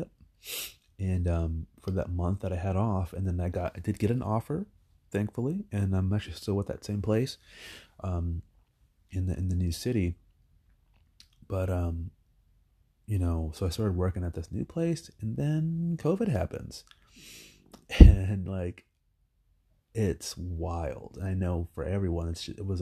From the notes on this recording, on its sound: This is all experimental and probably just from my phone for a while so nothing fancy for a while. Just my voice until I find my flow.